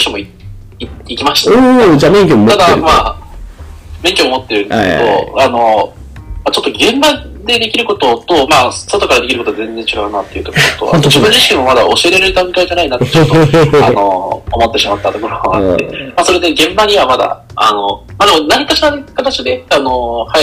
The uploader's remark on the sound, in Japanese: 今回機材トラブルで音割れが発生しております